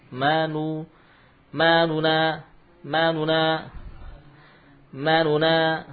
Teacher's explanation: nun yang madmumah dibaca dengan 2/3 harakat · Term: ikhtilas